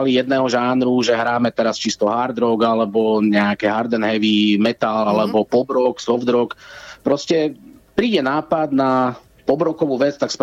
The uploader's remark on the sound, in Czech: Náš telefonický rozhovor